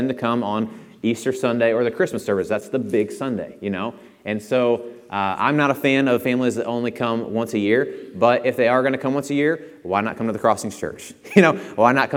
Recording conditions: large echoing room